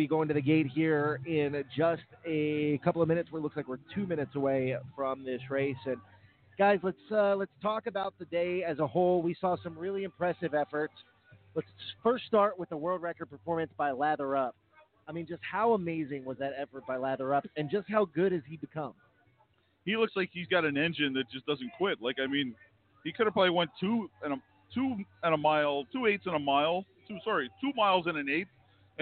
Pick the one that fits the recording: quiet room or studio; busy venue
busy venue